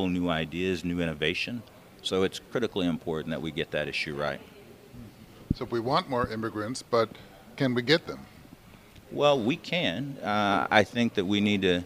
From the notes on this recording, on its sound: Field recordings at the Upper Sioux Community.